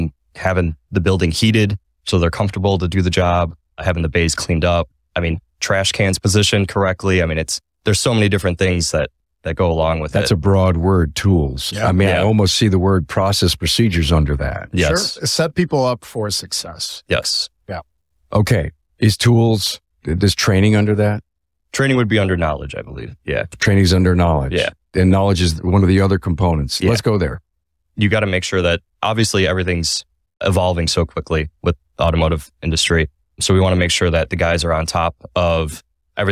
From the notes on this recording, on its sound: Recorded Live at AAPEX 2023.